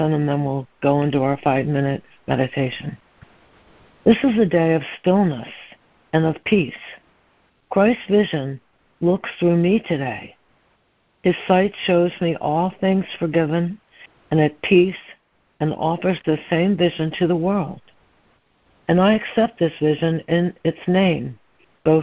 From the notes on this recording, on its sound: ACIM Daily Conference Call